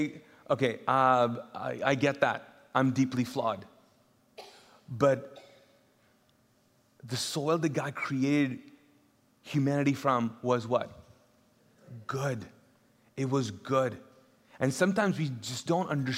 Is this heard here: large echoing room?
yes